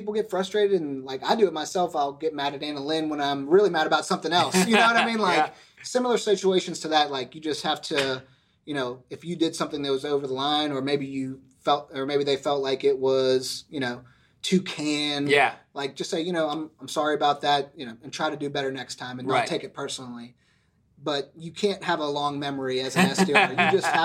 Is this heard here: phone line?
no